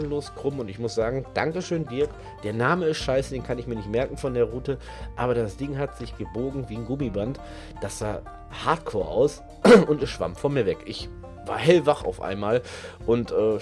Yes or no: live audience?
no